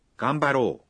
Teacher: Các bạn lưu ý, mặc dù thêm ư nhưng phát âm là ganbaro, tức là âm o được kéo dài một nhịp